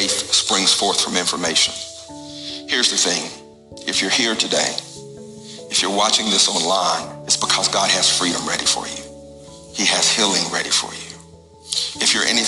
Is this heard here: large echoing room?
yes